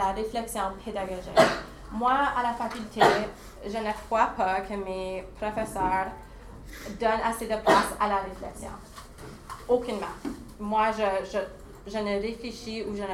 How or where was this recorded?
busy venue